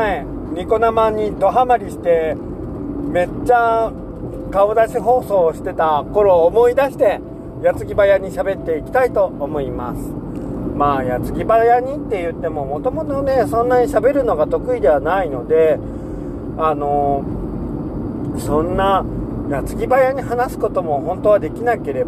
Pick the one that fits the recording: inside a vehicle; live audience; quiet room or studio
inside a vehicle